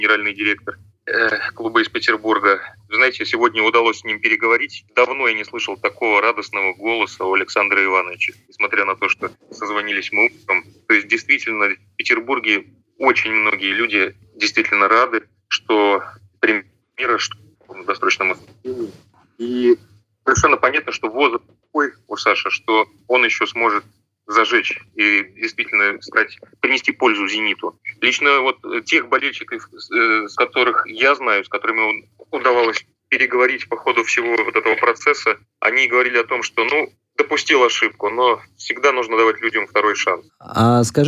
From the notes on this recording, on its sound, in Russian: присоединившиеся по телефону